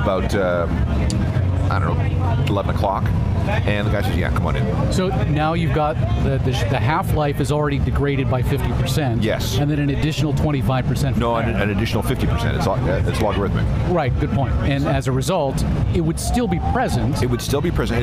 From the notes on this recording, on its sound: Live on Location at CosmoFEST 2019. 14,000 of their friends, fans, and musicians at CosmoFEST 2019!